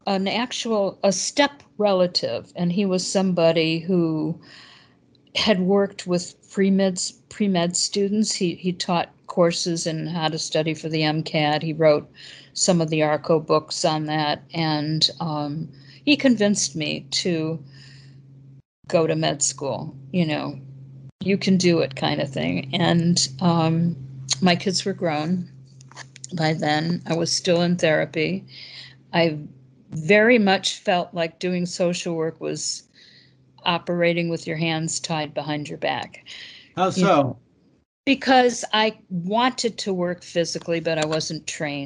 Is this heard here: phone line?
no